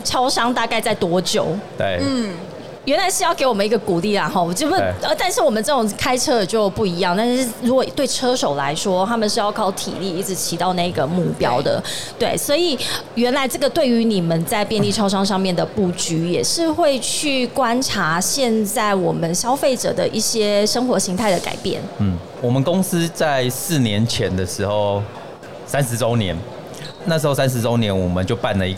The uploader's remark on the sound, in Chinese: 2022 Taipei Cycle台北國際自行車展-Live Podcast